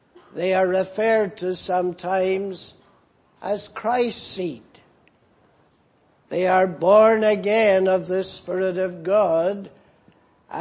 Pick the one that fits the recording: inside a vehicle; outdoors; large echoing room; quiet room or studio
large echoing room